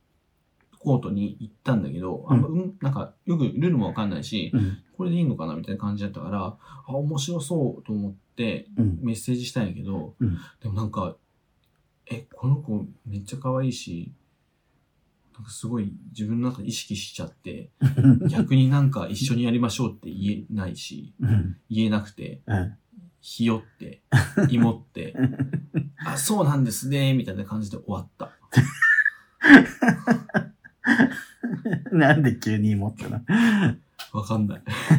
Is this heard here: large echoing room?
no